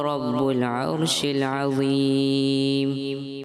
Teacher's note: یہاں را کو پر کرنا ہے، شین کی ادائیگی اور کلیئر کرنی ہے، اور ضا جو ہے آپ نے پر کرنا ہے